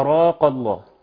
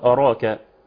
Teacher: البعض بيفخم الهمزه، وبالتالي يفخم الكاف ايضا · Shown in: first take